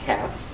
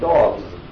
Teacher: the S after the T sound is unvoiced. The S sound after the G, perseveration, is that it is carried through as a voiced Z sound.